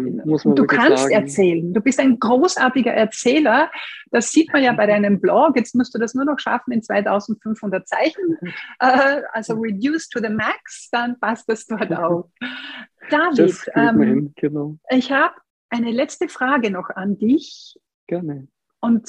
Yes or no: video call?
yes